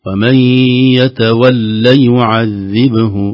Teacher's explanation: بدون مد اللام فقط الشد على اللام